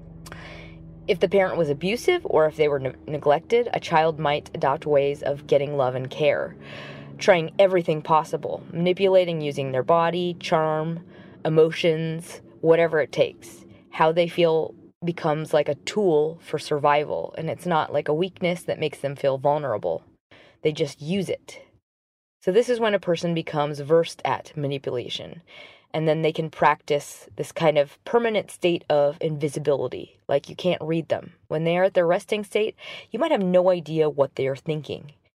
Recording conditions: inside a vehicle